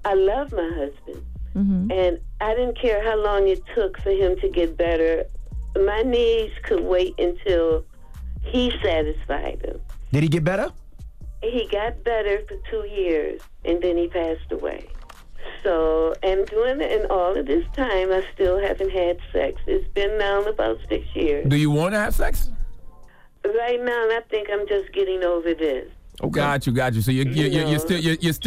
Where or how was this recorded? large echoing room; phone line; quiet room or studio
phone line